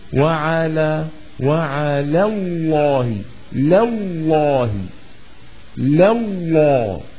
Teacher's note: لام على تبقى رقيقة، ولام لفظ الجلالة تبقى مفخمة